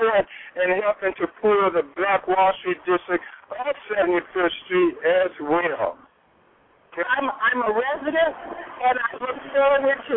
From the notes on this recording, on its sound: "All Eyes on Chicago” as we broadcast "LIVE" from The Brown Sugar Bakery.